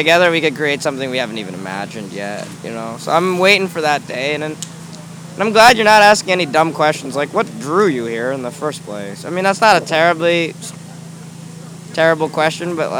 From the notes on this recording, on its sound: Live from Occupy Wall St. Zuccotti Park.